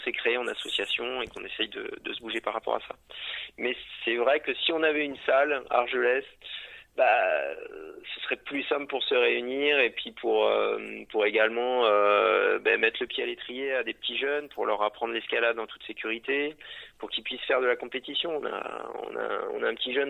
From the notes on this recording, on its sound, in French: Interview téléphonique